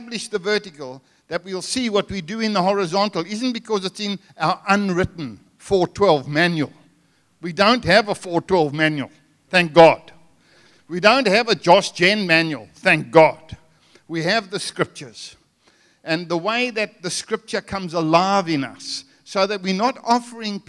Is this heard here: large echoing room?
yes